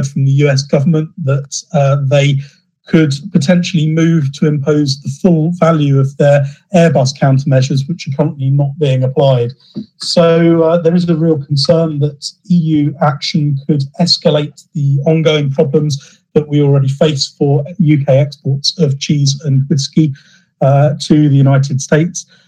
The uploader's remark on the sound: The audio is from the weekly FDF Covid19 webinar